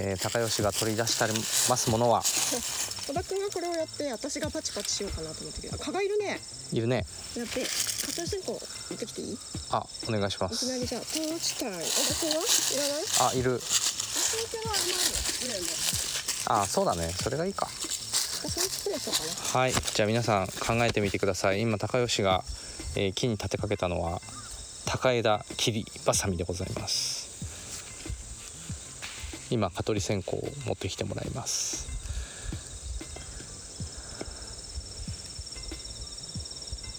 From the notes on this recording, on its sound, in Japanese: 今回は、畑の中に鈴なりの柿をどんどこもぎながらの収録。柿作業に夢中で、話題は断続的。